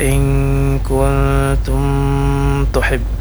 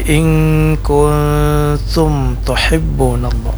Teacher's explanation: yaitu huruf mimnya tidak boleh dipanjangkan · Shown in: second take · maksudnya tidak boleh kita baca ing kuntum tuhib, tapi ing kuntum tuhibbunallah. · Term: izhar syafawi